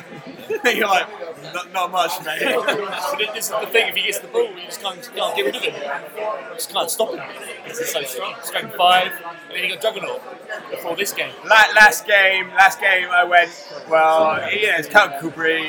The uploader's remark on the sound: LIVE at the DBL Cuckleberry Final